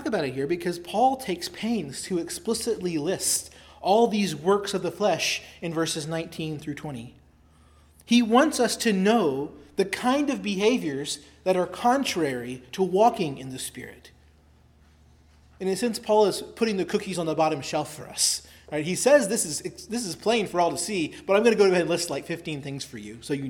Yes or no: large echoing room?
yes